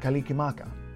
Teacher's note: because la and ra are considered versions of the same sound, and so are sa and ka